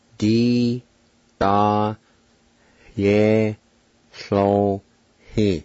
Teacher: There's an H sound between the A and the Y in the middle of the word there.